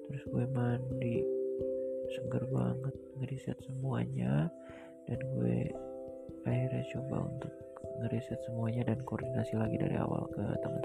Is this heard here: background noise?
yes